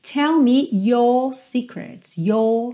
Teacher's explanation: Então, repara que o R enrola como a porta da perna esquerda. Já os britânicos não costumam enrolar a língua no R. O que eles fazem é alongar um pouco a vogal anterior. Então você vai reparar que você não ouve esse R no final.